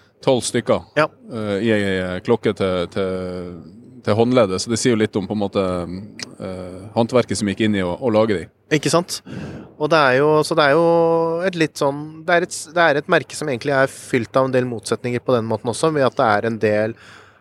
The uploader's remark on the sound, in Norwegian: Ny dag på verdens største klokkemesse, Watches and Wonders! Rapporterer live fra messegulvet.